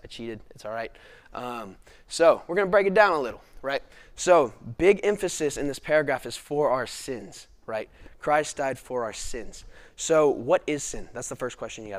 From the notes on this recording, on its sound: This video is from our 2021 Fall lecture series responding to Gospel Objections.